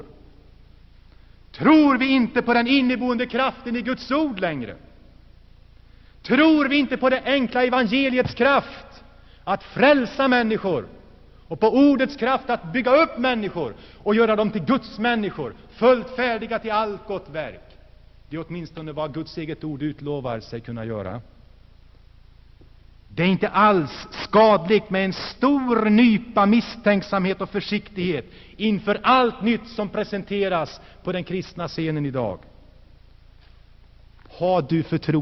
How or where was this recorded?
large echoing room